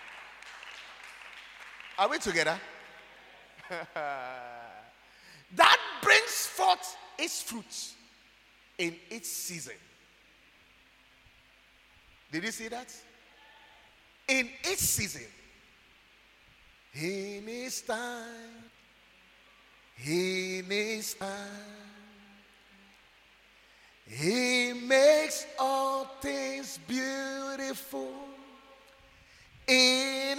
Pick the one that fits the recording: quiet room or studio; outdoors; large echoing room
large echoing room